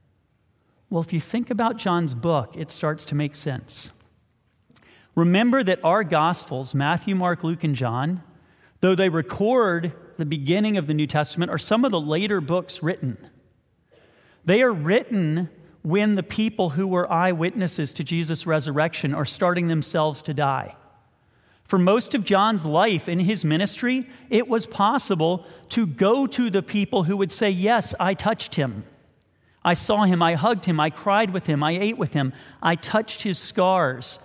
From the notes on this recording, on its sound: This sermon was preached via livestream from McLean Presbyterian Church